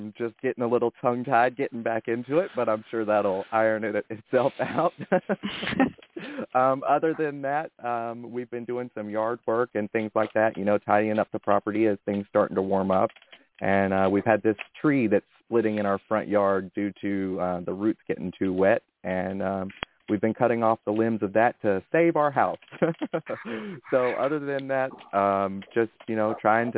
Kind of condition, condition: link, phone line